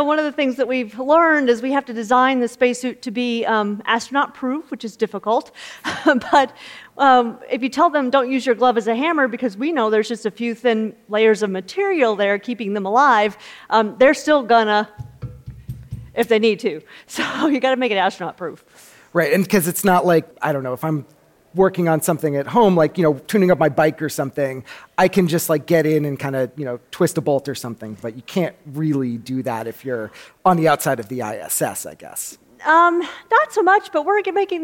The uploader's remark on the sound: In this conversation from the Future of Everything festival in May